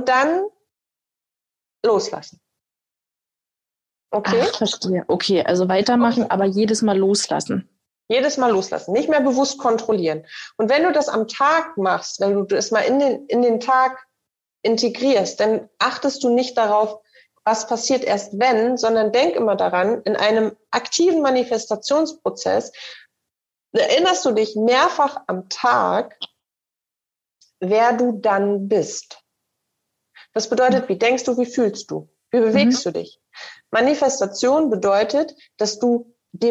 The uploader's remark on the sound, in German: Den Zusammenschnitt aus dem ersten CoachTime LIVE Call unserer SILA. Da es das Audio eines Zoom-Calls ist, bitte ich die nicht ganz so 100% reine Tonqualität zu entschuldigen.